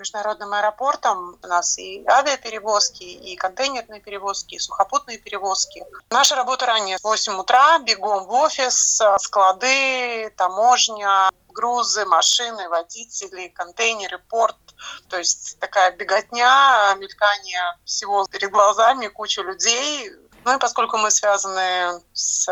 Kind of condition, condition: link, phone line